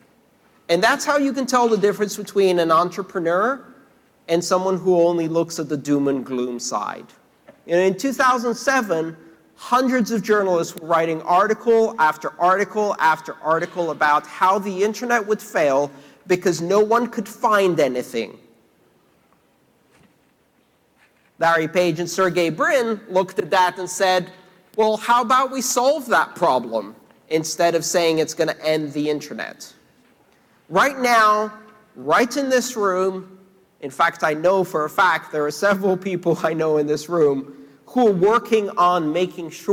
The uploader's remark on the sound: his recent talk + Q&A at the sold out Internet of Money event